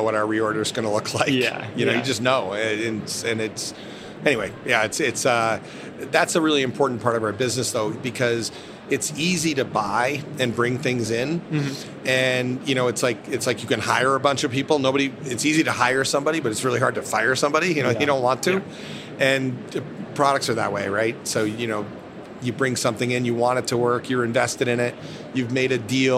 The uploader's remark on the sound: recorded at the Winter Fancy Food Show in Las Vegas